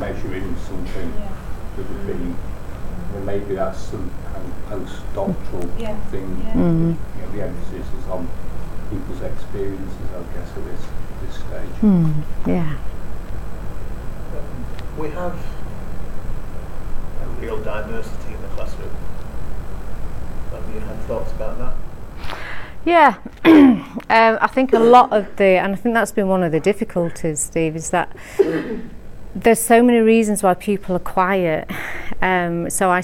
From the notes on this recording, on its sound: NorQual. The Northern Mental Health Nursing Qualitative Research Forum meets three times a year. The following session was recorded at their fourth event.